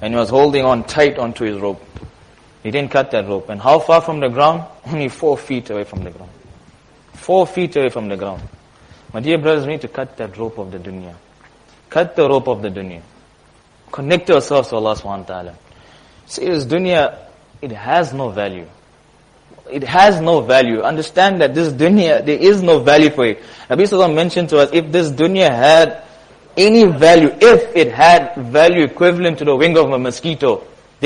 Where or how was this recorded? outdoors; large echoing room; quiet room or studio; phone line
large echoing room